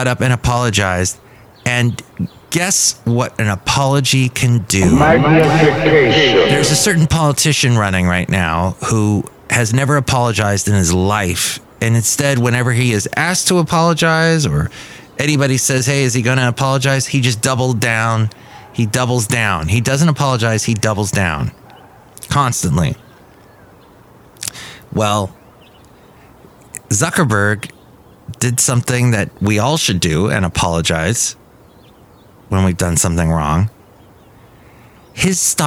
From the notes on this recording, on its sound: podcasts live from Café Anyway